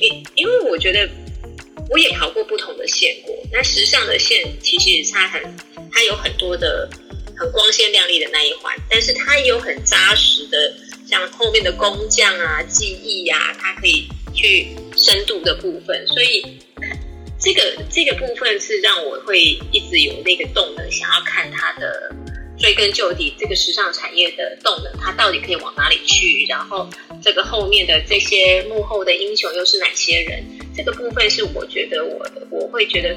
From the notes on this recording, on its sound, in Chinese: 本集採線上錄製。